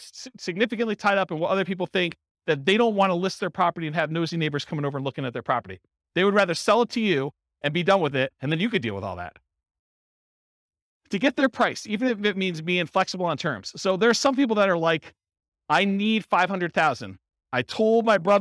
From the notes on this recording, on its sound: This was a live class recorded. Casper, Wyoming.